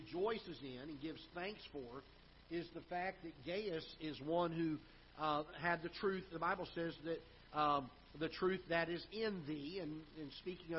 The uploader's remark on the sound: Ketha Heights Baptist Church ~ Live Broadcast